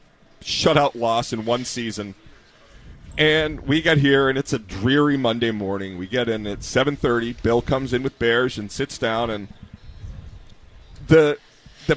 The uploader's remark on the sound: Live at The Harp at Gillette Stadium before Army-Navy.